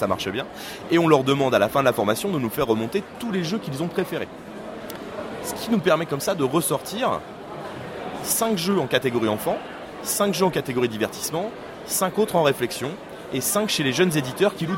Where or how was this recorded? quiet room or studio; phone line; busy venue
busy venue